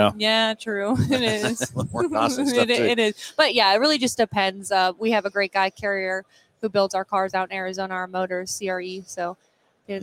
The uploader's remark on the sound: Live from PRI Trade Show in Indianapolis, IN.